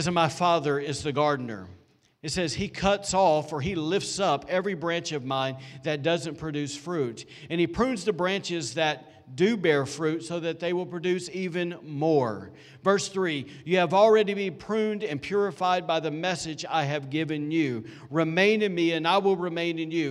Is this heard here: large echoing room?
yes